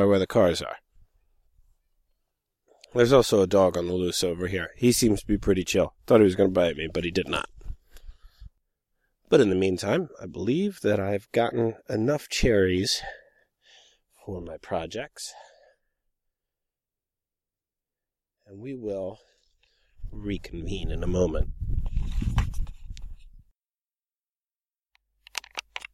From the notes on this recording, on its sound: recorded at Jayne’s Orchard at the peak of the season in July